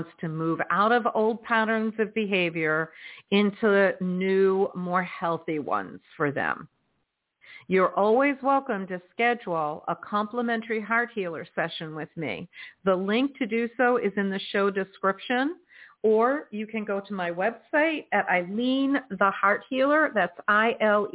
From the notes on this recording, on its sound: In response to callers' questions. On air.